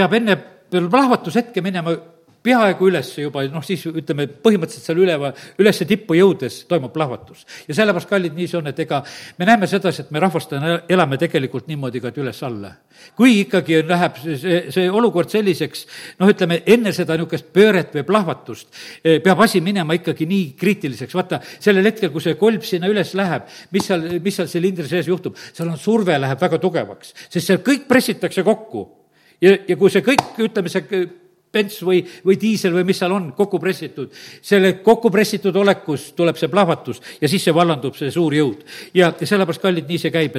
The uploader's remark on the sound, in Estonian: Audio salvestus koosolekult